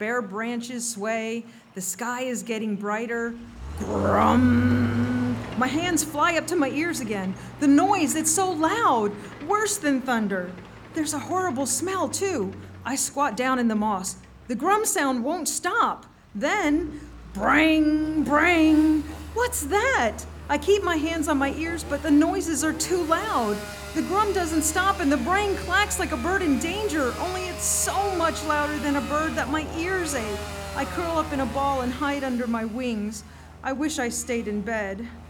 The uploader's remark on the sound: Presented as a live event in Asheboro, NC, which is then edited for broadcast. This episode was recorded live in The Table.